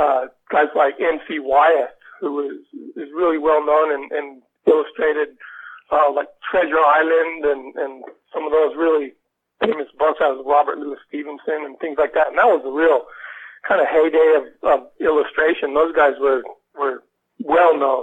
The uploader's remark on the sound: spoke to us by telephone from his home in Australia